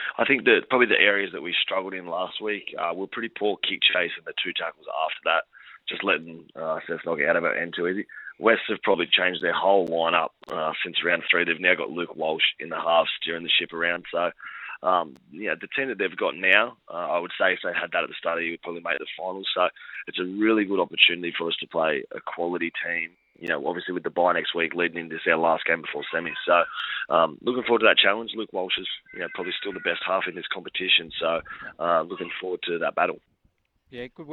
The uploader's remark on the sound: jumps on the line